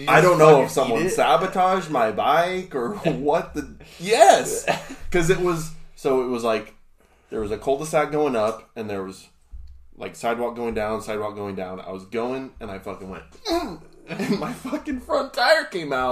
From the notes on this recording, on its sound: This first episode was a little rough audio wise because we are still trying to figure out our duel mic system